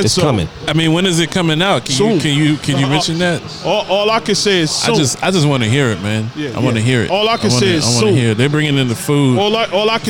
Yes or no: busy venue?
yes